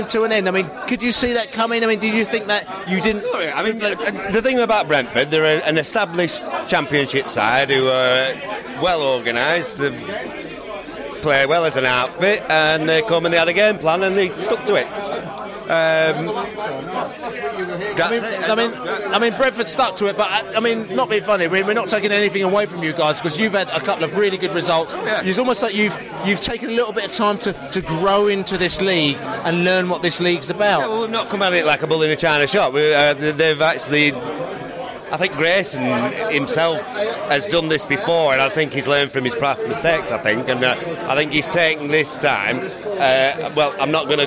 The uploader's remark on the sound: post -match podcast from the pub